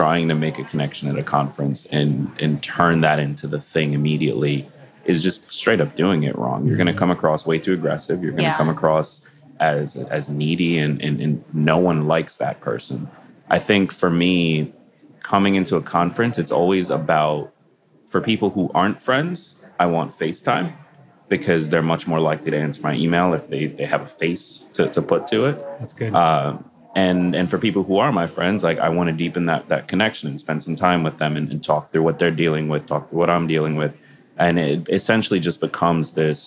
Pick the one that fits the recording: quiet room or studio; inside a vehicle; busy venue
busy venue